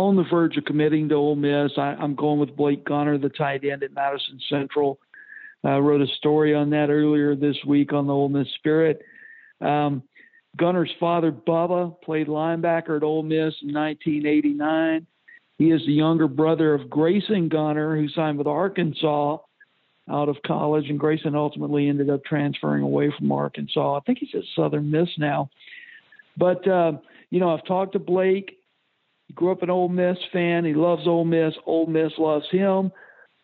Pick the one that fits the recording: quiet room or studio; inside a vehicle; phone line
phone line